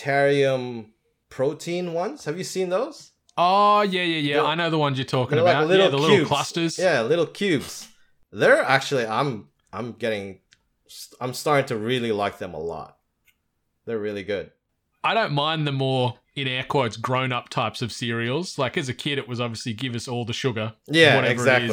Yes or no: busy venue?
no